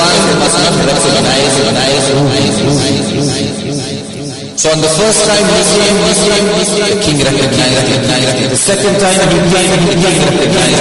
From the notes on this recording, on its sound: Jumuah lecture at Masjidun Nasr.